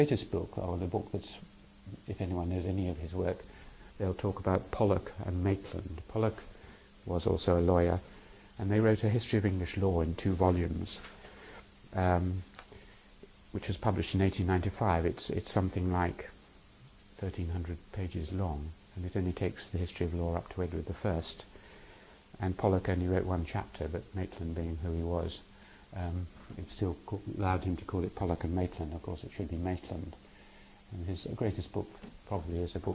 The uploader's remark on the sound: These lectures were given in November 2001 in the Department of Social Anthropology, University of Cambridge. They were part of a course on theory and methods in anthropology designed for second year social anthropology undergraduates.